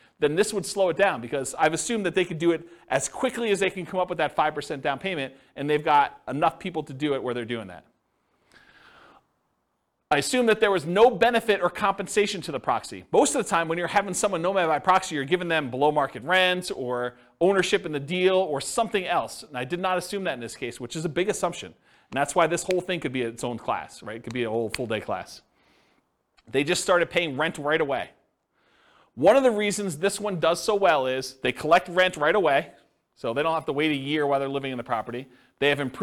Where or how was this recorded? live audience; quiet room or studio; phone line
live audience